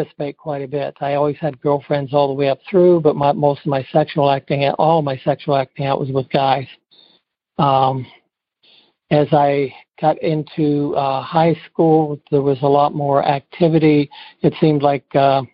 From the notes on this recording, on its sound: Noon Phone Speaker Meeting